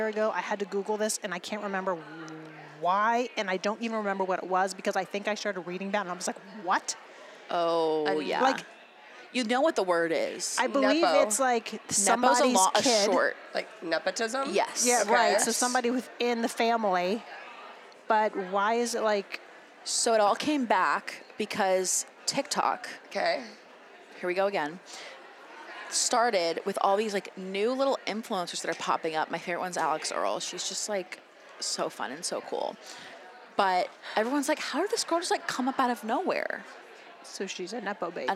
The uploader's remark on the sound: Sit down live from YWLS.